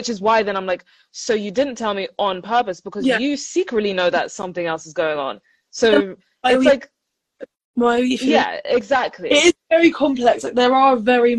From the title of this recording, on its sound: BONUS EPISODE from IG Live